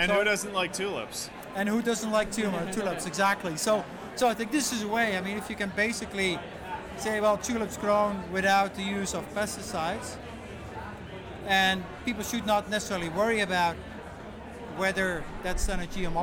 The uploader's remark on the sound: Bonus Live Interview Audio from TasteTECH